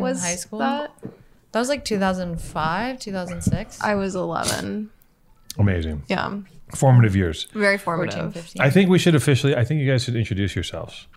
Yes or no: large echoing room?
no